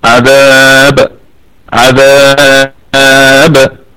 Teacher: ستكون قلقلة وسطى، لأنها ستكون الباء ساكنة متطرفة